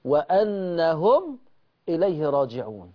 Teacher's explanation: صلة الميم مع الإشباع بمقدار 6 حركات